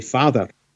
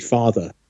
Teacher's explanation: The other thing is that at the end of words, for example, if I say father to you, the R sound, that rhotic or rhotic R appears at the end of the word father · Shown in: first take · whereas usually you would end in a schwa sound.